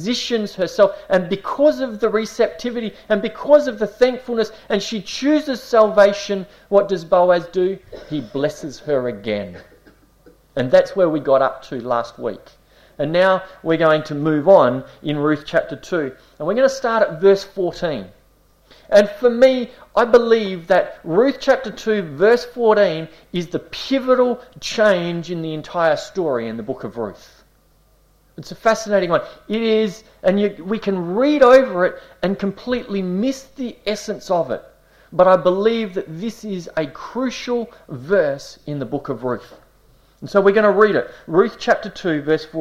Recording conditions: large echoing room